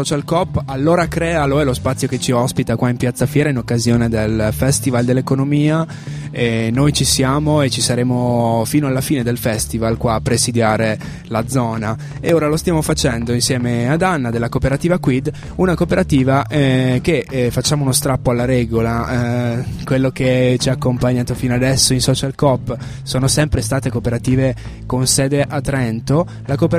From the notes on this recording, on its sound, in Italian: In questa puntata speciale in esterna, in diretta da piazza Fiera in occasione del Festival dell'Economia